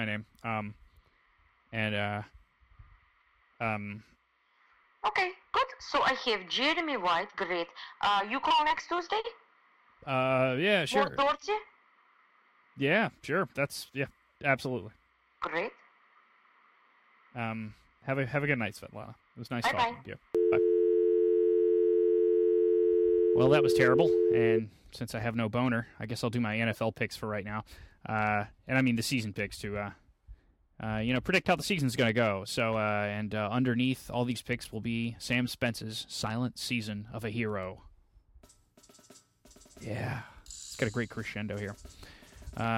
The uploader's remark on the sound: After a few minutes he gets lonely and makes a call to a phone sex operator.